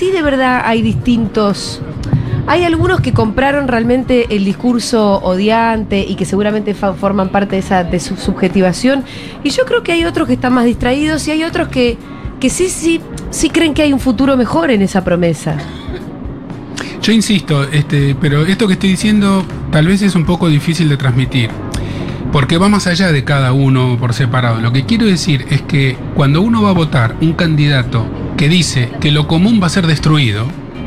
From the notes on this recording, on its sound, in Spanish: Segurola en vivo en Yunta Bar. Futurock FM.